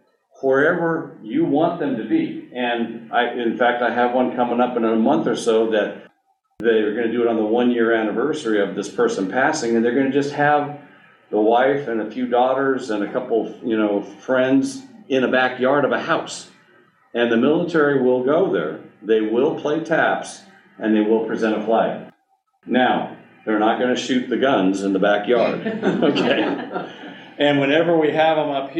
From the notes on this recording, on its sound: Final Arrangements Seminar Day Two. Listen to a recording of the presentation. Answers questions the audience has.